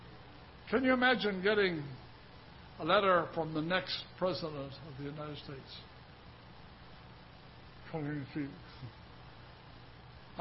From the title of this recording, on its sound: Ketha Heights Baptist Church ~ Live Broadcast